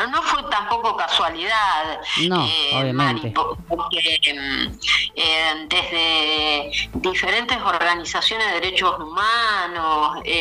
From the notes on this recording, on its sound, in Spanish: Estuvo con nosotros vía telefónica